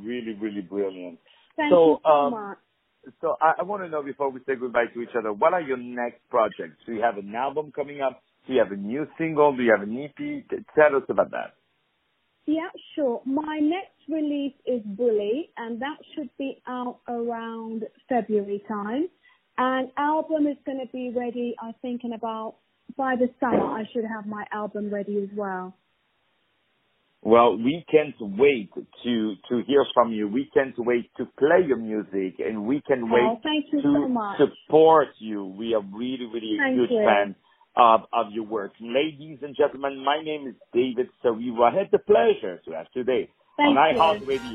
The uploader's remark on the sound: On the phone